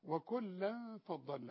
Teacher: وكلا التنوين اللي بعده فاء اخفاء بغنه